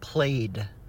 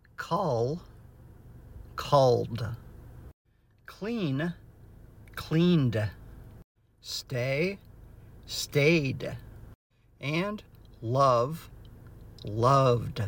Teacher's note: And verbs ending in the voiceless consonant actually use just the t sound. Here, for verbs ending in a vowel or a voiced consonant, the ed is actually pronounced with the d sound. This keeps past tense clear without adding another syllable.